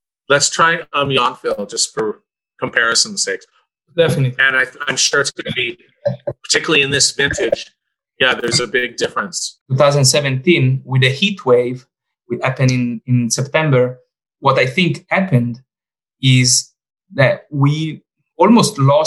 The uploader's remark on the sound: over Zoom